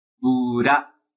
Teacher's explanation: no japonês, a gente não consegue juntar essas duas consoantes diretamente. Tem que ter uma vogal no meio. E uma vogal escolhida, nesse caso, é U.